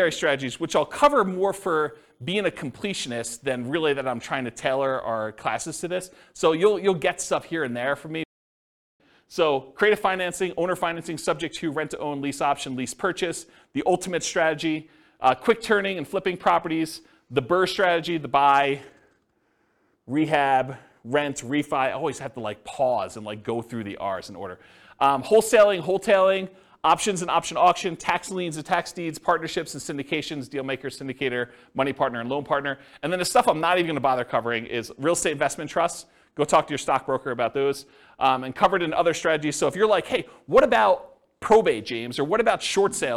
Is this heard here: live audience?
yes